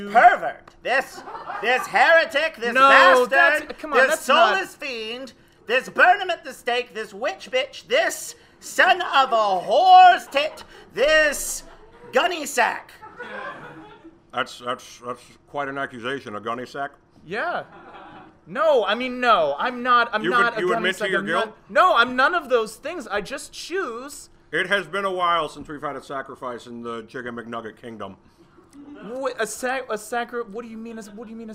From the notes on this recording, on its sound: Recorded Live at The Kick Comedy Theater.